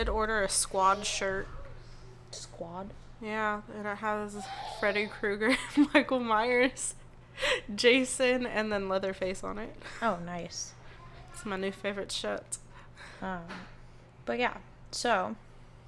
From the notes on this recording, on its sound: DISCLAIMER: Background noise in this episode